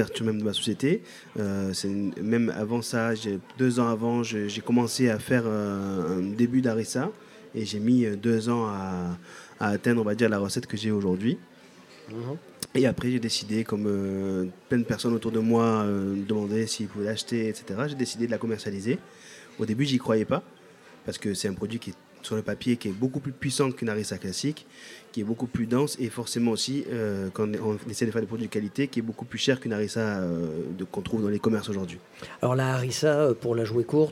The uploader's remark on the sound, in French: Radio Grenouille au Festival Kouss Kouss 2023 - Les Grandes Tables. Le Grand Pastis délocalise son plateau et s'invite aux mythiques Grandes Tables. Sur fond de musique finement sélectionnée.